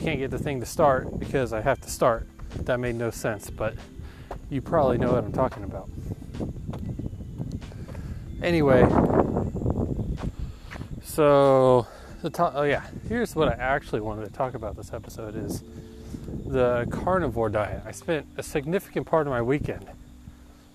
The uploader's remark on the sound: Sorry about the poor audio quality this episode, it was a little windy.